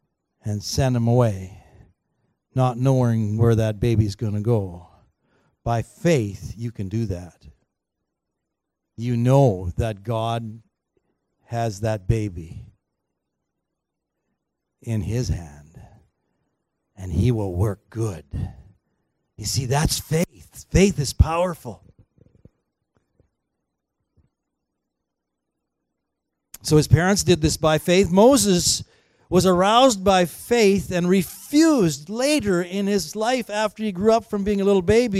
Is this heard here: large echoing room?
yes